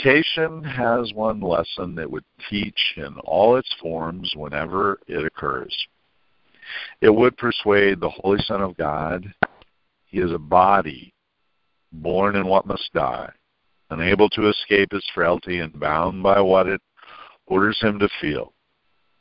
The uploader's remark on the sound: ACIM Daily TEXT Conference Call